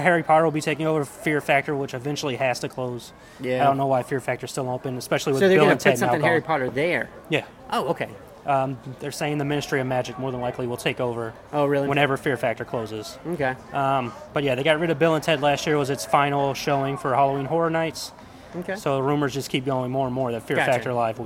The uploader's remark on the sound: We are broadcasting live from Joe Riley park.